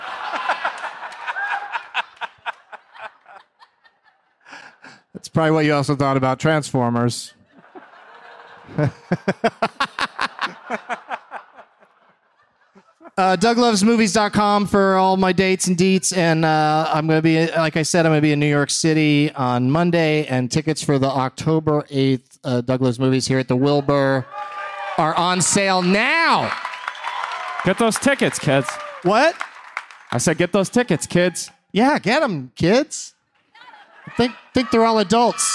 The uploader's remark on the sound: Live from the Wilbur Theatre in Boston